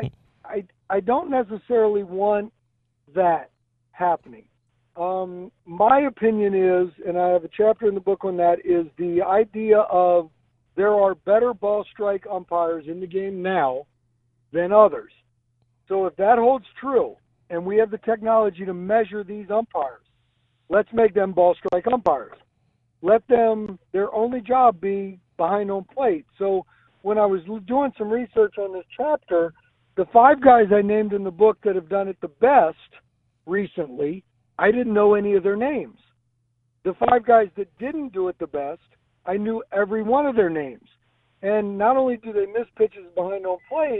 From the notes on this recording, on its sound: called in from Chicago and the All Star Festivities